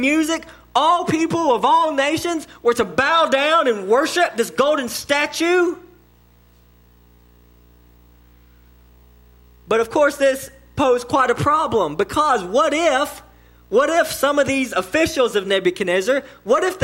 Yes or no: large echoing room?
yes